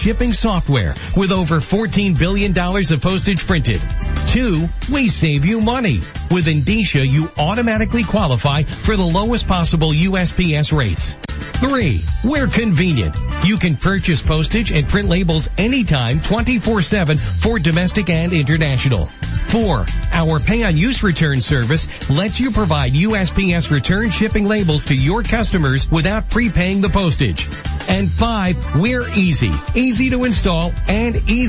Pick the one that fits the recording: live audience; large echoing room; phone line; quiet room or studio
phone line